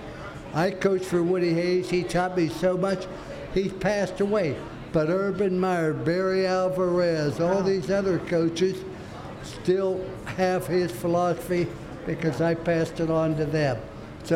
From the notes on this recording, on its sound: News 6 Insiders and other viewers were invited into the room as Florida’s Fourth Estate hosted a live recording. Miller’s Ale House in Winter Park Village.